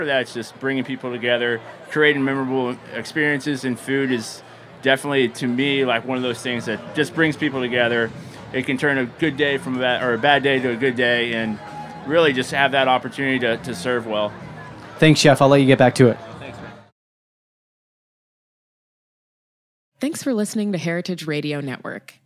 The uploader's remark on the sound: over the Springer Mountain Farms campfire at Charleston Wine + Food